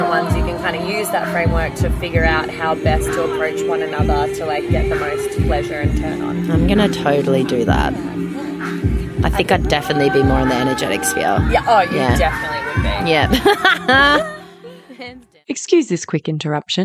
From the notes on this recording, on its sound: the LIVE recordings from The Summer of Love festival